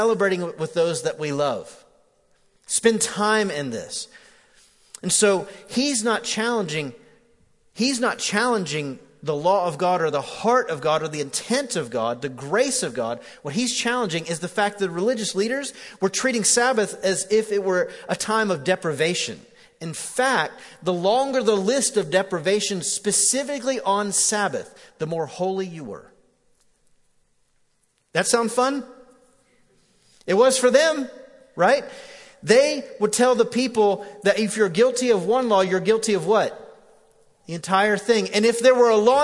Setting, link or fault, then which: setting, large echoing room